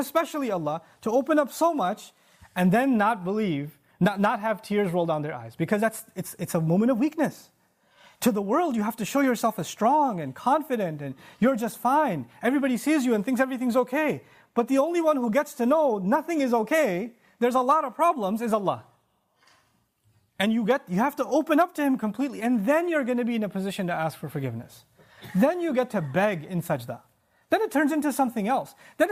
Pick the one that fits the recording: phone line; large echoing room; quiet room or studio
large echoing room